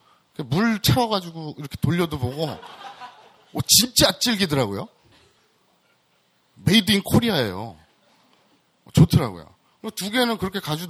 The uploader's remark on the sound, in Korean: 두번째 공개방송 이쿠이쿠쇼!(즛콩바콩쇼)